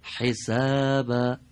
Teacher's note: باید با گرفتگی همراه بشه از وسط حلق تلفظ کنیم